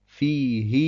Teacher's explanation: Vor dem H ist ein Ja, das eine Sukun hat, und folglich dürften wir das H nicht in die Länge ziehen, aber wir machen es trotzdem, weil es so überliefert ist.